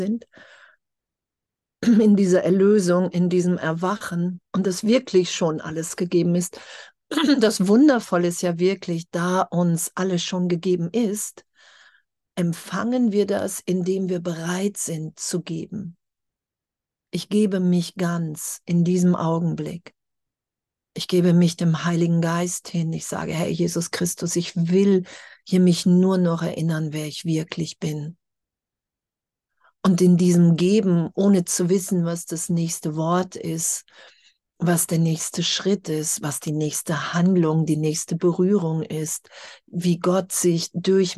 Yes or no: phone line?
no